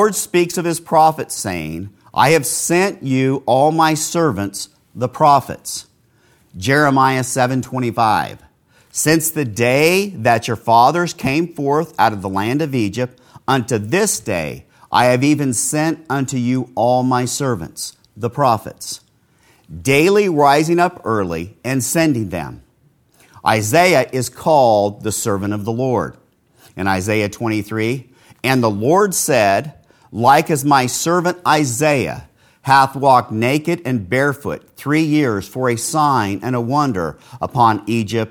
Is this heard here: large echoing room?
yes